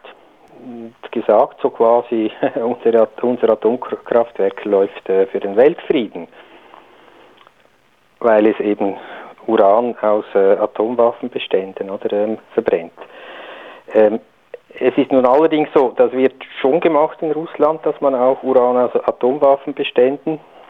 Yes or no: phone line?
yes